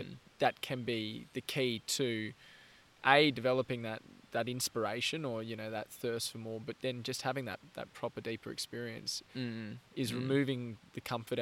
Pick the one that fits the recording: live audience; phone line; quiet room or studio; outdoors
outdoors